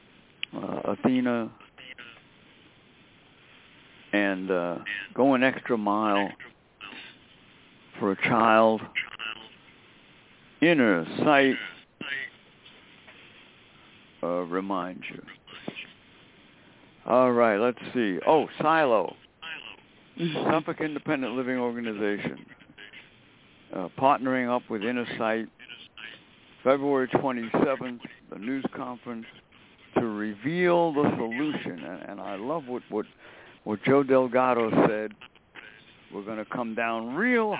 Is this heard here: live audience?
no